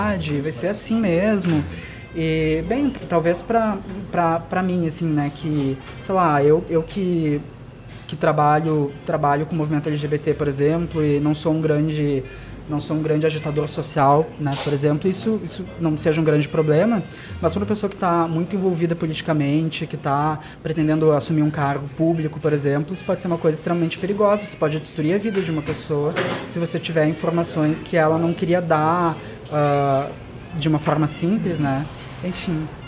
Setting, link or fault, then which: setting, busy venue